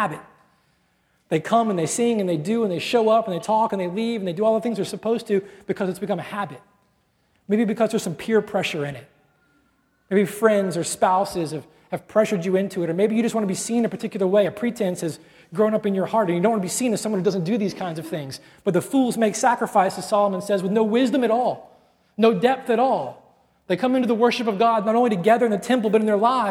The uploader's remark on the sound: at Redemption Hill Church on Sunday, April 18th, 2010